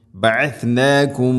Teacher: ഒന്നാമത്തെ മീമിന് അടുത്ത മീമിലേക്ക് ഇദ്ഗാം ചെയ്ത് മണിച്ചുകൊണ്ട് ഉച്ചരിക്കണം. · Term: ഇദ്ഗാം മുതമാസിലൈൻ